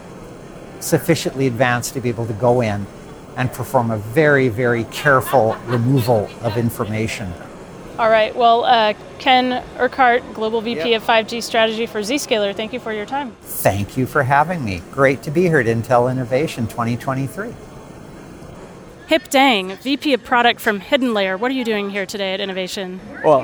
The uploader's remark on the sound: Live from the Greenroom: Intel Innovation 2023